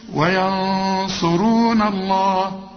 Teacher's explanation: هنا الغنة مفخمة لأنها جنب الصاد